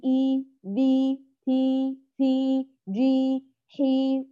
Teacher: قراءة الحروف مفردة بالكسر بأن يخفض القارئ الفك ويرفع وسط اللسان. تقرأ الحرف المكسور فقط، فتقولي إي بي تي في جي حي وهكذا، فتأخذ الحروف مفردة. · Term: حركة الكسر